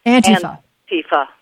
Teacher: they put the emphasis on the first syllable